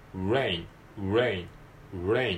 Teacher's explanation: 最初に R が来ているので、えー、ちっちゃなカタカナのうを最初に言うようなイメージで